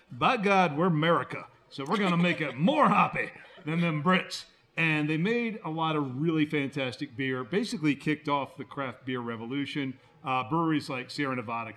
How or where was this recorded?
live audience